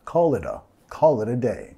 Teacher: Nota la vinculación, call it a, call it a, vinculando con la R suave de español